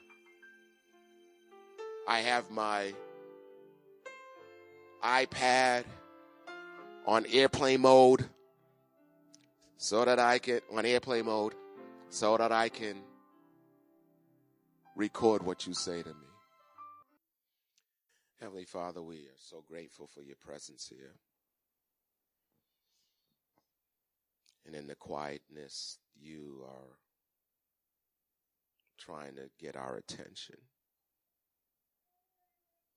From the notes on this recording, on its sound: Recorded on 2017-02-19 at the 08:30am Service.